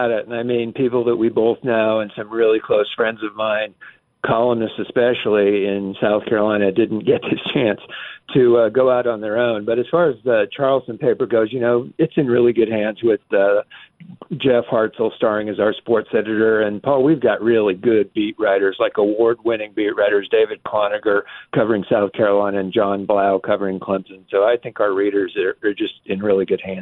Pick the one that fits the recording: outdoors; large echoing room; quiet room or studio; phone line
phone line